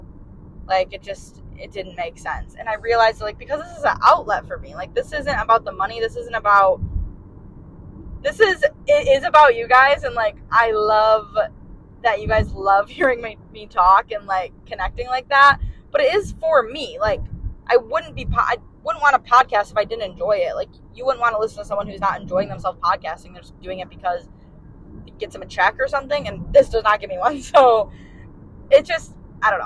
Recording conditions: poor sound quality